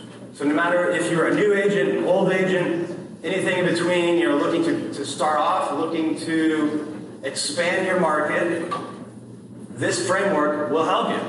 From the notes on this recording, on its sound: addresses realtors attending Lab Coat Agents Live in San Diego, California